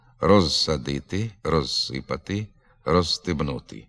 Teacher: Перед глухим «с», незалежно від темпу мовлення, приголосний «з» у префіксі «роз» зберігає дзвінкість.